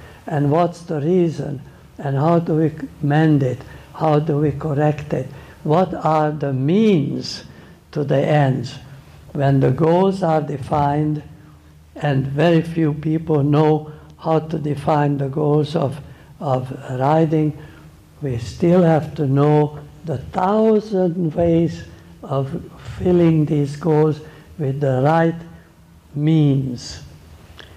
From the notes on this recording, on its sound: Clip from a lecture he gave during a clinic at JJ Tate’s Blue Ridge Farm.